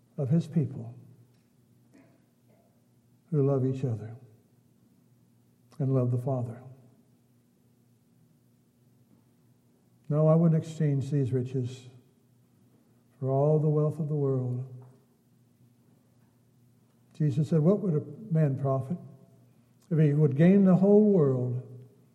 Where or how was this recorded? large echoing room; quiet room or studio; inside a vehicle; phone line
large echoing room